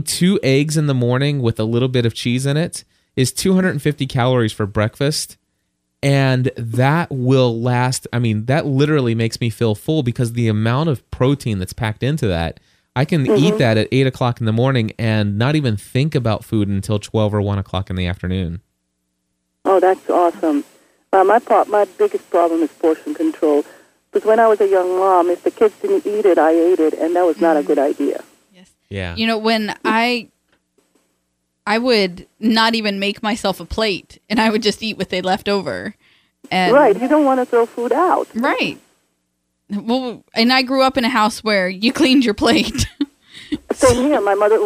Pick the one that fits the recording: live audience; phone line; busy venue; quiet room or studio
phone line